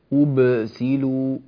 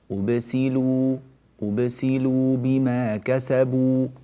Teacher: لا ينبغي أن نبالغ لا نقول أبسلوا هكذا صارت القلقلة كبرى القلقلة الصغرى خفيفة سريعة · Shown in: second take